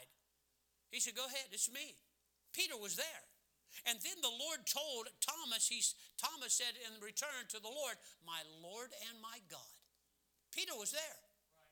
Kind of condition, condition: setting, large echoing room